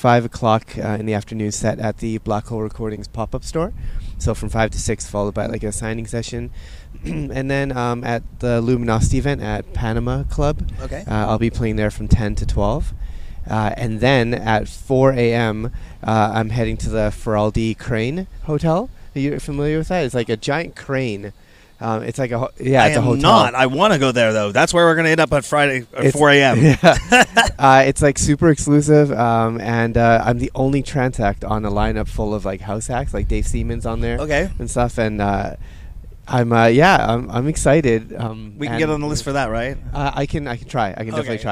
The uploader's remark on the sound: On Location Sessions at ADE 2023